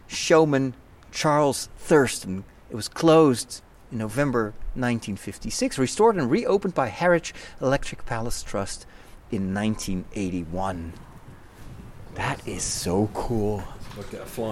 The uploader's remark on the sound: From London to Rotterdam. Recorded on the streets, in the underground, on the train, in the car and on the boat!